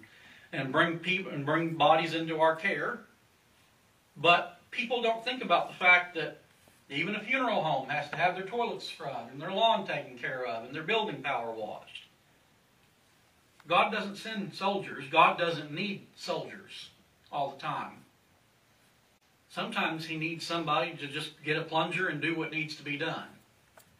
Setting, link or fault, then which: setting, large echoing room